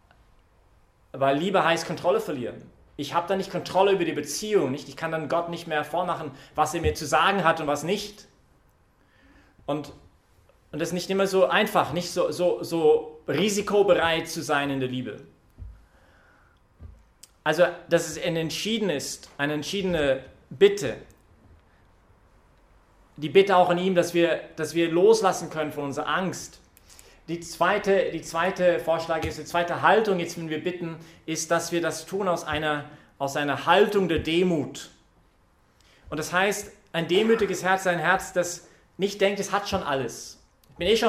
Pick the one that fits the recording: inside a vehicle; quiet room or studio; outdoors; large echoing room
large echoing room